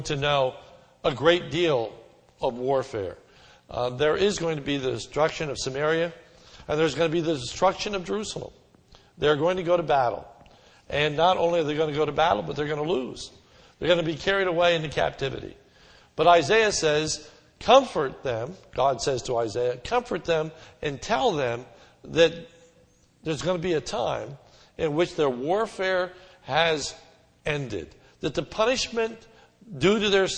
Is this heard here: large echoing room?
yes